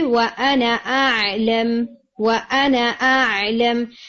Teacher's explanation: اگر ملائیں گے تو آپ اسے وانا اعلم وانا اعلم تو انا ورڈ کبھی بھی لمبا کر کے ملانے میں پڑھا نہیں جاتا